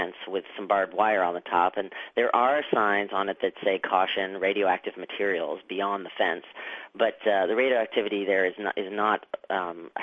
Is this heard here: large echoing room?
no